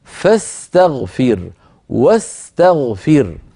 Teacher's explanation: فالهمزة في درج الكلام في وصل الكلام تسقط. أقول للمفرد استغفر بفعل أمر أوله همزة مكسورة، وإن وضعت قبلها فاء أو واوا أقول فاستغفر واستغفر، فتسقط الهمزة. · Term: همزة الوصل